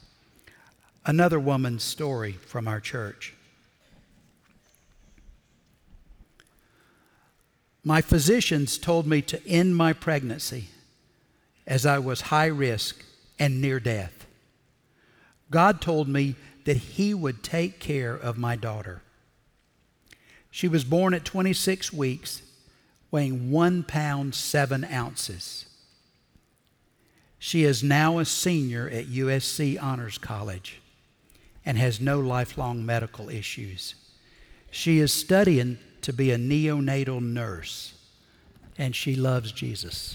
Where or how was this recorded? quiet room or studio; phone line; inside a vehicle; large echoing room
large echoing room